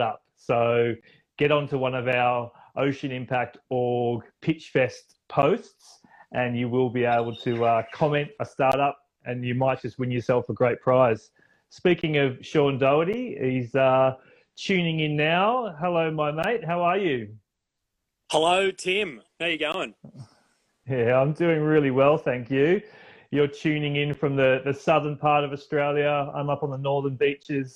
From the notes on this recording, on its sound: recorded live on Instagram